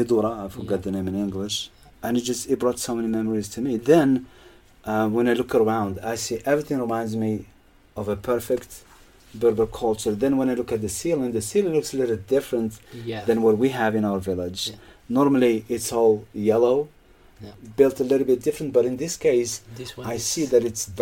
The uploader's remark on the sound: Labyrinth Kasbah is the scene for today's episode, recorded live on location from Dadès Valley itself, 200 miles from Marrakech in the shadow of the High Atlas.